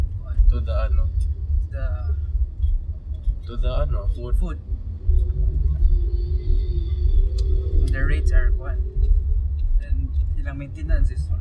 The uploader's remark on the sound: C3 Con 2018 (since we came from there). Sorry for the seemingly weak audio since we recorded this from the car!